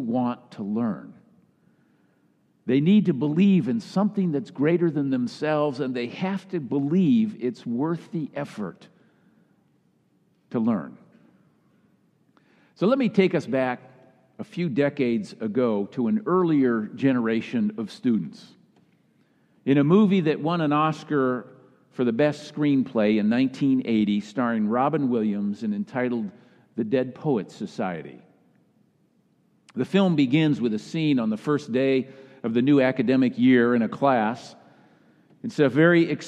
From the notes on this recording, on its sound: Kick Off Sunday message delivered during the Traditional Worship service.